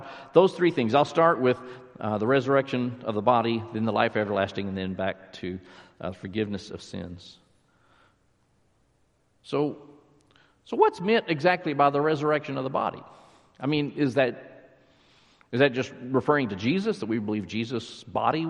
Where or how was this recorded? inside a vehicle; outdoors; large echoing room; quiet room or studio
large echoing room